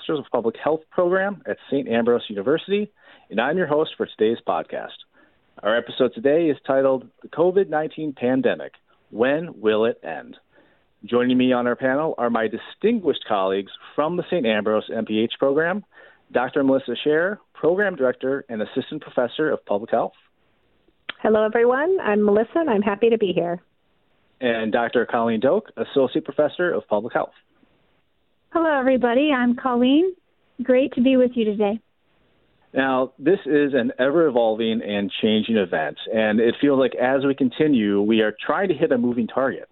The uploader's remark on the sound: THIS PODCAST WAS RECORDED THROUGH THE PHONE FOR THE HEALTH AND SAFETY OF ALL PARTICIPANTS AND TO FOLLOW CURRENT RECOMMENDED HEALTH GUIDELINES.